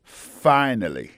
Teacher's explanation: Accent tombé sur premier syllabe là